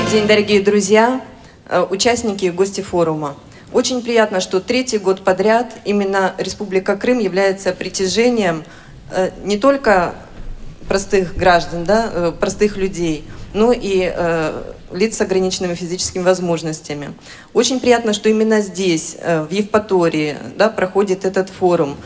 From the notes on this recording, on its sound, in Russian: III Всероссийский образовательный реабилитационный форум ВОС «Крымская осень 2017». Аудиозапись торжественной церемонии открытия форума.